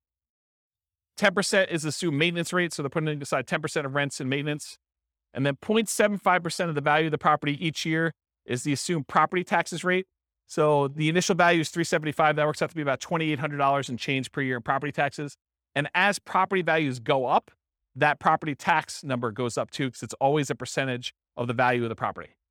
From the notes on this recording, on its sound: This was a live class recorded